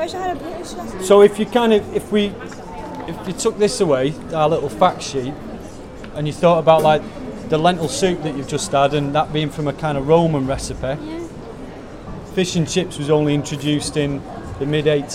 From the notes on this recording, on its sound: These are recordings of conversations with visitors to Newcastle's Discovery Museum on 22 February 2017 during school half term. The 'Time Kitchen' was a pilot public engagement initiated by Tyne & Wear Archives & Museums TNT (Try New Things) programme.